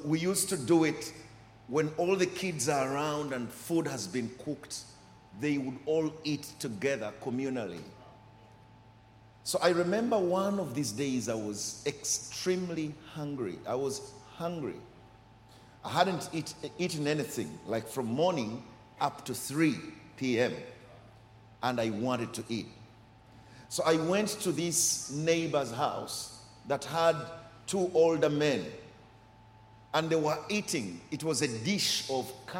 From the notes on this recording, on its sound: Recorded during our 9am service.